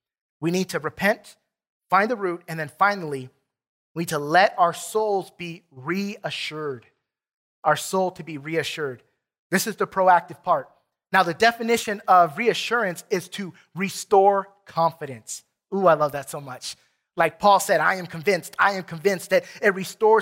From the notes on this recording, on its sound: Recorded from South Gate Fellowship in Duncanville, TX on Sunday, September 5, 2021.